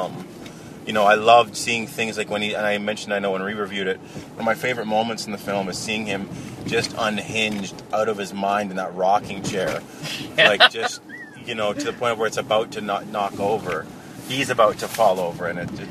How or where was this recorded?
inside a vehicle